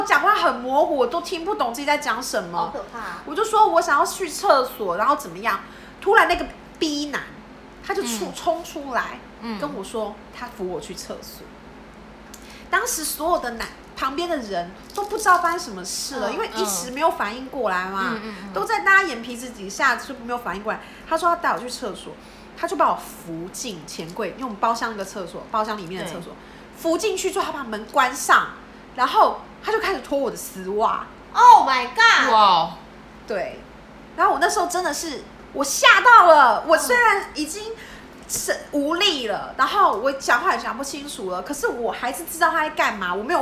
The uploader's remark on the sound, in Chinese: 喝酒那些事系列由於是試錄集，收音設備非常陽春，請海涵～。